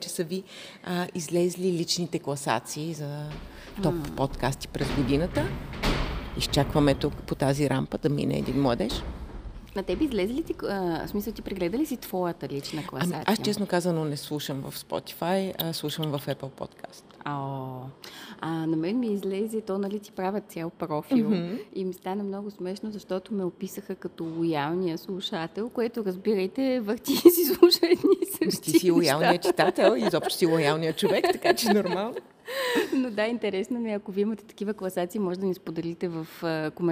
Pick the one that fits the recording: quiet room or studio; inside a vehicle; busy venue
busy venue